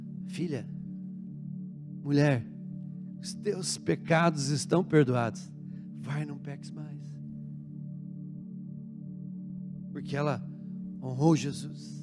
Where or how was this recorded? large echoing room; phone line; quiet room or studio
large echoing room